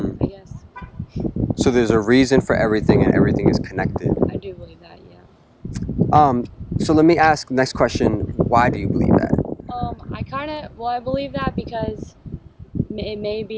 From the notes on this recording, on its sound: I apologize for some of the wind noise. I recently bought a wind cover for my camera that I think should solve the problem.